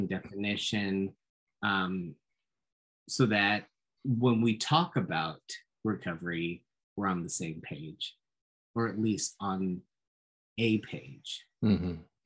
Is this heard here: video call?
yes